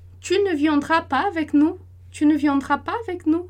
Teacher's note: E aí você tem entonação que sobe lá, porque a gente está fazendo uma pergunta.